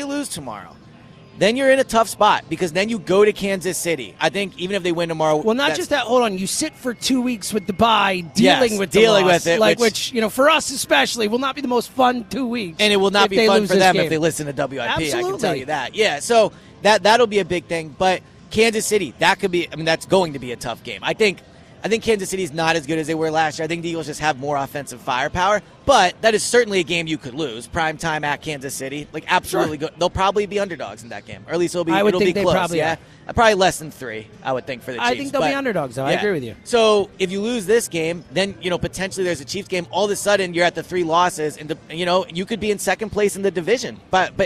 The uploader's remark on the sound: live at Parx Casino